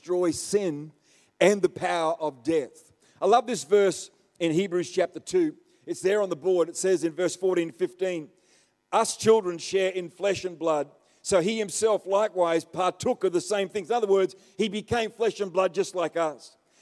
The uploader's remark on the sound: The live stream of Destiny Church Atherton.